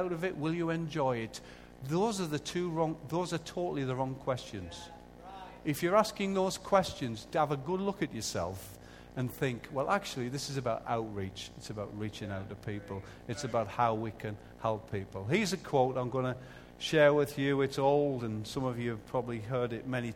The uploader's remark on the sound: Recorded live at Life Church Lancashire on Sunday 6th April 2014.